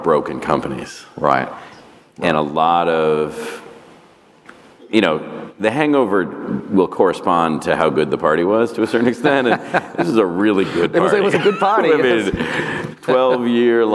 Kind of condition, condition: setting, busy venue